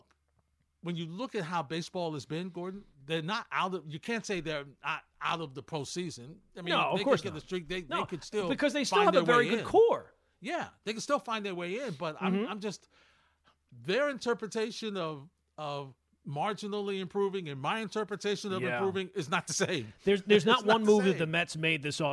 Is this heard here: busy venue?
no